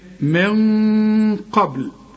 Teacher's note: ما تستعملش هنا لسانك في النون اللي بعدها قاف · Term: اخفاء